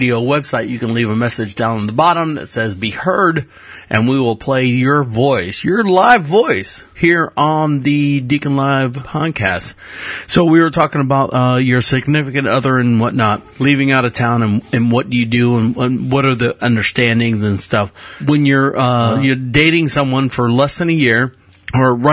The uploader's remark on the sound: Live voice calls made on the website